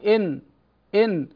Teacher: لاحظ حينما تقول إن تجد أن طرف اللسان استقر في لثة الأسنان العليا، في لثة الثنايا العليا · Term: مخرج النون